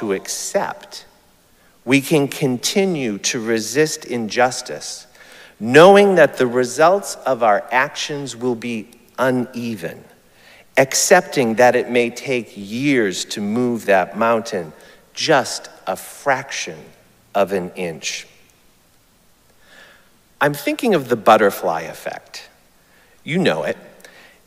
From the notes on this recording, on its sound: Recorded live at Arlington Street Church, Sunday, June 18, 2023.